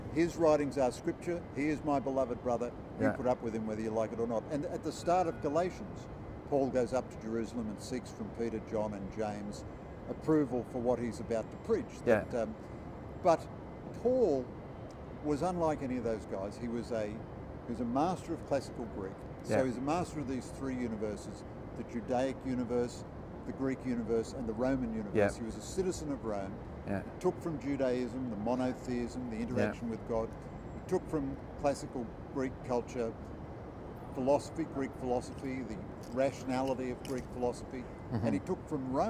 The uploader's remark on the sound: outside Sydney cathedral - his voice is a wee bit quiet so you may need to turn it up